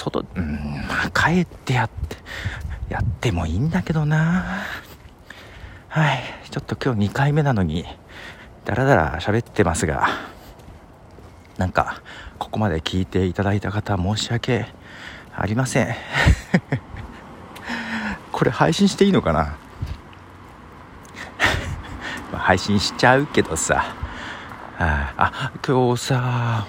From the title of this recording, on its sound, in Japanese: 夜道を歩きながら